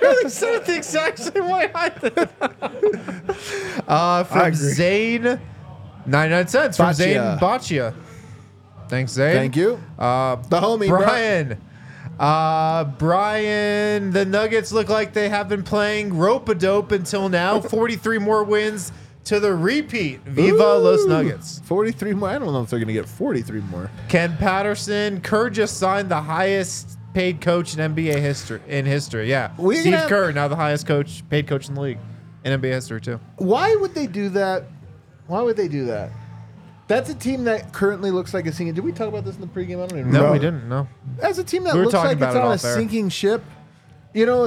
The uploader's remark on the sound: come to you LIVE from the DNVR Bar